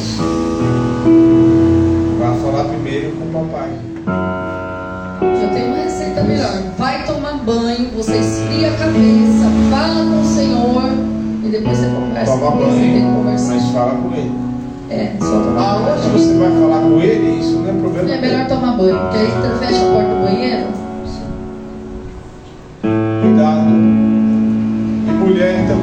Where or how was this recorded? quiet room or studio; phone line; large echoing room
large echoing room